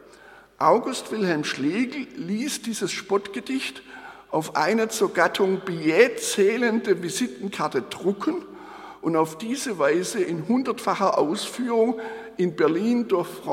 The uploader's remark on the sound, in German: Der Beitrag ist der gekürzte und moderierte Mitschnitt des Festvortrags. Anlässlich der Eröffnung des Graduiertenkollegs Kleine Formen im Tieranatomischen Theater der Humboldt-Universität zu Berlin.